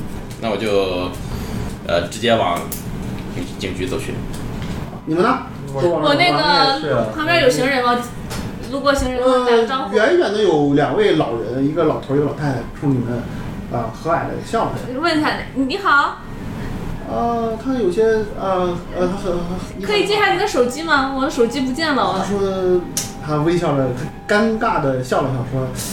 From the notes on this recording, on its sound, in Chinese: 这是兔子洞第一次尝试将我们平时跑团的过程录制下来。因为录制的环境和大家散座的位置，收音的质量可能比较差，敬请大家谅解。